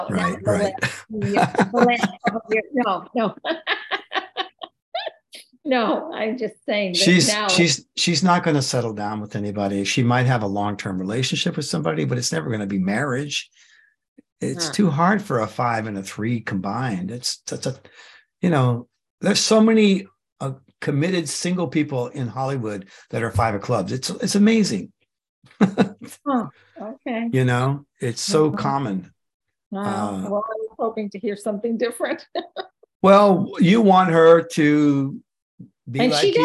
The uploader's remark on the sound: The shows are now all hosted on Zoom.